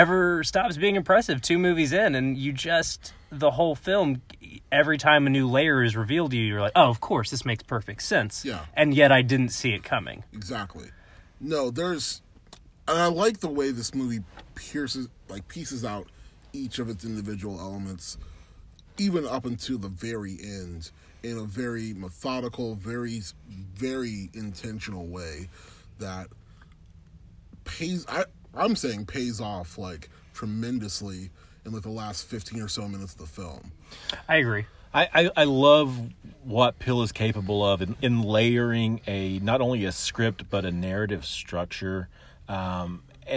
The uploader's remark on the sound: It's Hot Takes from a Hot Car. Car immediately following our screening and put down our initial reactions.